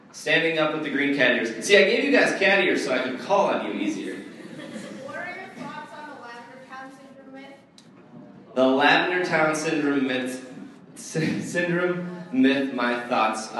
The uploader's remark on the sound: This show took place on April 27th, 2014 and had an audience of up to 300 people.